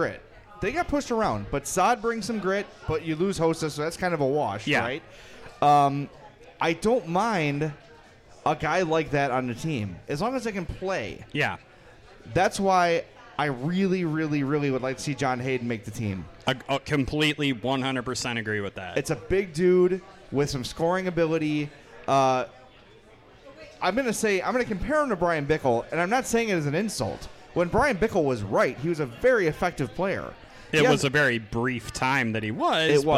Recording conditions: busy venue